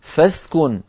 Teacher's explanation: همزة الوصل في درج الكلام وفي وصل الكلام تسقط